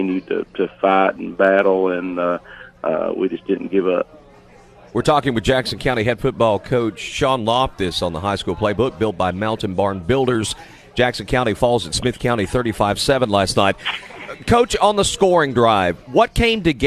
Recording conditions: busy venue